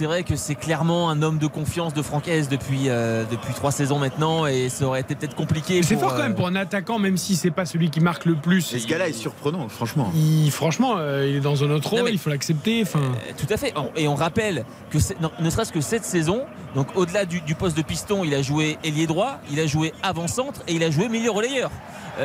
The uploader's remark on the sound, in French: en direct du stade Bollaert